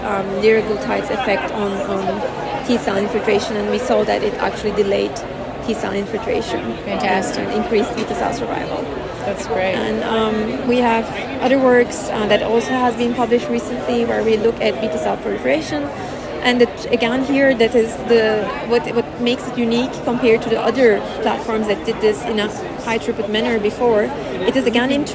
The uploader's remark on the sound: Check out “Heard on the Street” recorded during Day 2 of Islet Study Group 2023.